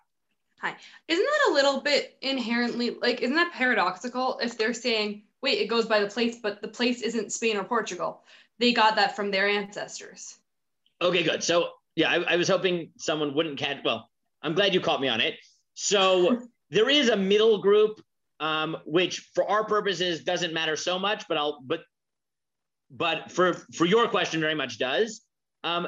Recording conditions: video call